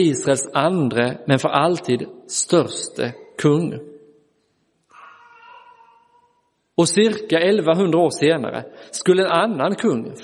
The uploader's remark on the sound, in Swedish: Inspelad i Roseniuskyrkan den 12 februari 2023.